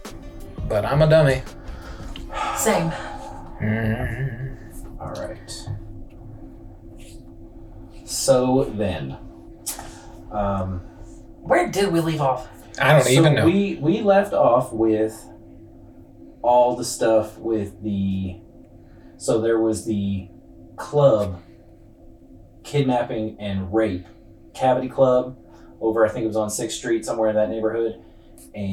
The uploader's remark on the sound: PLEASE BE ADVISED that the sound on this episode is terrible. The wrong input was selected so the episode recorded from the computer microphone instead of our sound board.